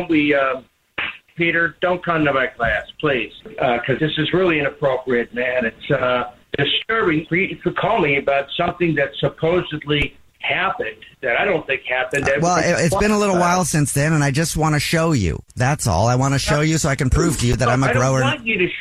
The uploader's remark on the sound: wake up with The Jubal Show, phone prank style